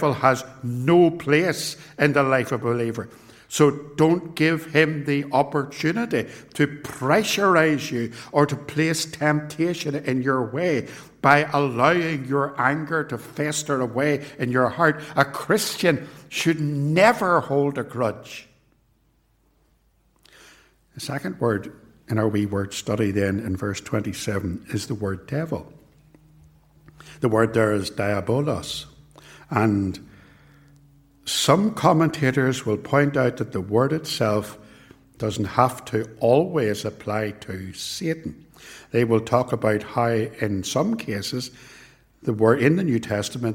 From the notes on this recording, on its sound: This sermon was preached at both Ballymacashon and Templepatrick Reformed Church. It was recorded at TRC.